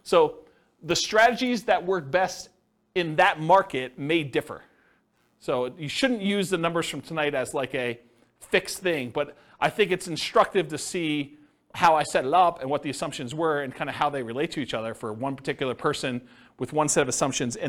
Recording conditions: live audience